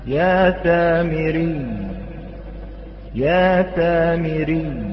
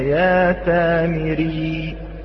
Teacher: والياء المشددة لابد من تشديد المخرج، تشديد موضع ظهور هذا الحرف أي وسط اللسان. · Term: ياء مشددة